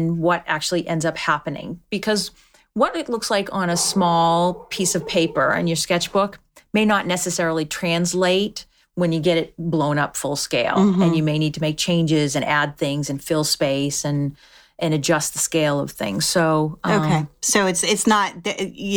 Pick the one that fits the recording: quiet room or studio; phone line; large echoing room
quiet room or studio